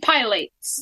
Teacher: Put the accent on the second syllable